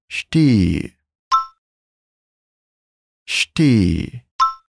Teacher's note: prestar atenção também no som do S, que é bem chiado, como se fosse o S do sotaque carioca